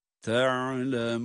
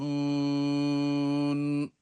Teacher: Sonunda da ta'lemun. Meddi arız ile de bitiriyoruz yine uzatarak ve nunun da gunnesini belirterek.